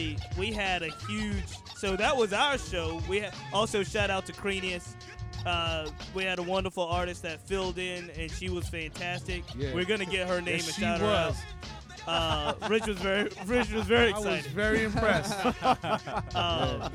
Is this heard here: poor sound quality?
no